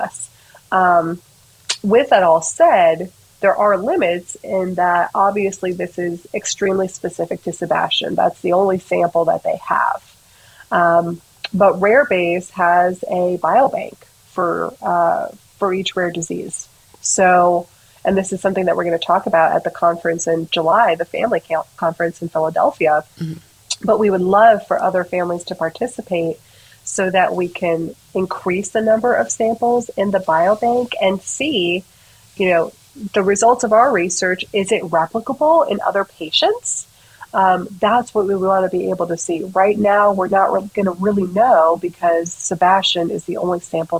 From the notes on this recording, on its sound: Ignore the sound issues...we can only go up from here!